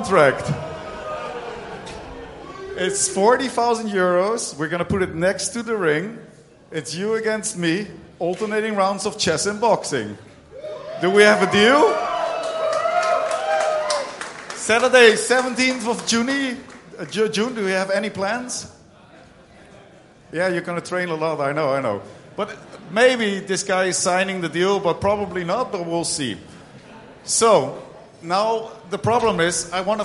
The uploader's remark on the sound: Live from Berlin. For the very first time we could present you a live-sports event in English.